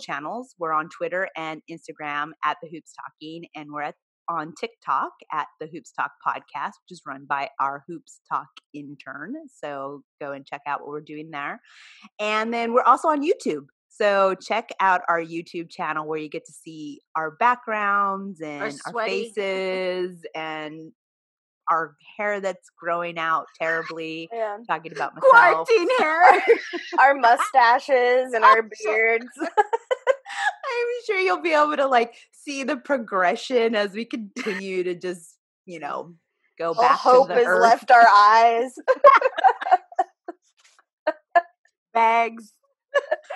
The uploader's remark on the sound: on our latest Zoom’d episode